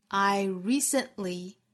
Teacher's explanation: recently 这个词在美音之中呢，经常会有一种简便的发音方法，就是可以不用去发舌边爆破，有另外一种更简单的发音方法，就是 glottal stop 喉塞音。我们可以把 t 这个音呢在喉咙的位置憋掉，也就是顿掉这个音啊